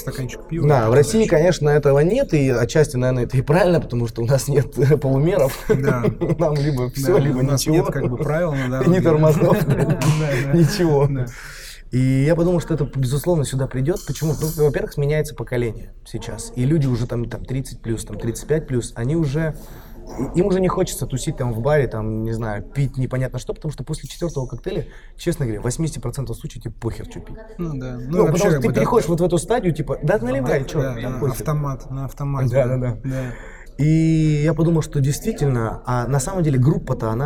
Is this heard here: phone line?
no